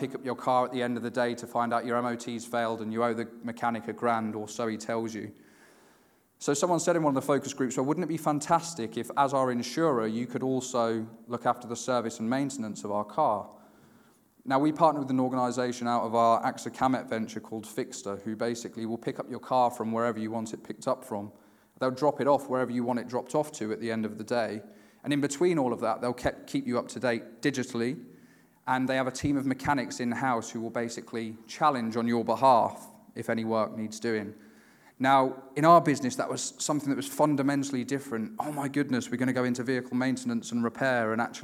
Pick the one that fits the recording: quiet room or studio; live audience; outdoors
live audience